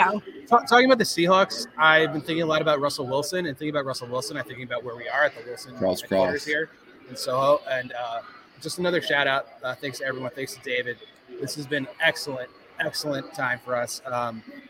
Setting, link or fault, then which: setting, busy venue